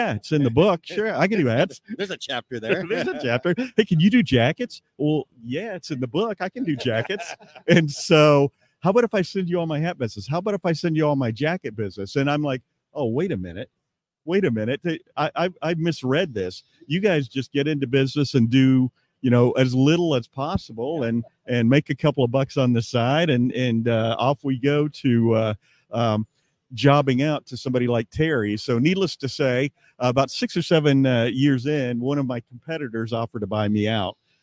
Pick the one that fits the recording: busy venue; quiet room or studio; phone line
busy venue